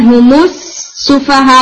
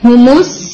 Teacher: तो आप इसको हुम करके नहीं पढ़ सकते, मीम साकिन और सीन साकिन इकट्ठे नहीं पढ़ सकते, तो आप क्या करते हैं, मीम को दम्मा दे देते हैं. ये दम्मा असली नहीं है, ये आर्यदवा है, ये टेम्प्रेरी दम्मा है.